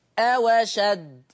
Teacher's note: شلنا همزة أشد ونقلنا الحركة للفتحة على الواو فصارت أواشد · Term: الهمزة انتقلت